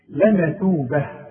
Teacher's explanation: إذا وقفت هتتحول التاء المربوطة إلى هاء